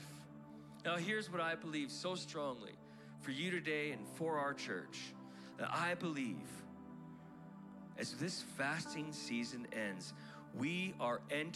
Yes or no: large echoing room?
yes